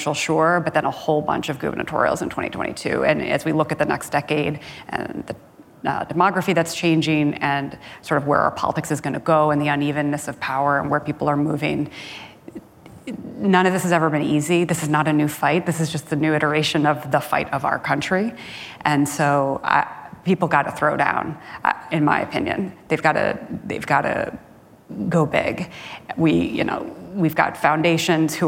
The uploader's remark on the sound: Live at Code 2019